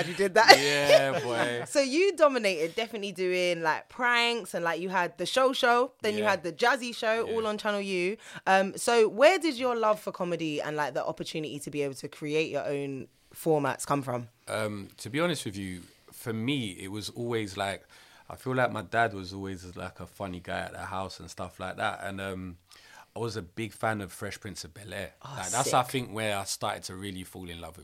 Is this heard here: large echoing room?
no